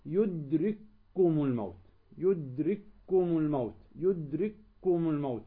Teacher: الكاف الأولى والكاف الثانية ندغمهما